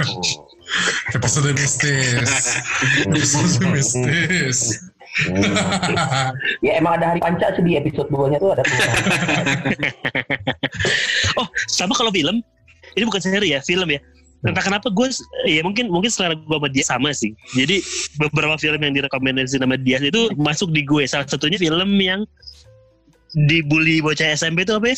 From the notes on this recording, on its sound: this episode recorded via Zoom